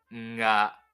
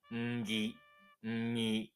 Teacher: がつく、がだったらが、んが、ぎだったらんぎ、んぎ、ぐだったらんぐっていう感じの、前にそのがの前に、その音の前にんちっちゃいんがつく、鼻にかかったような音のことを言います · Term: 微濁音